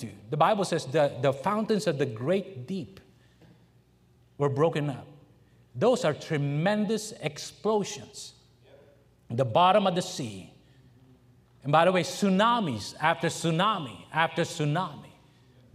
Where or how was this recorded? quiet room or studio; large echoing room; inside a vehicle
large echoing room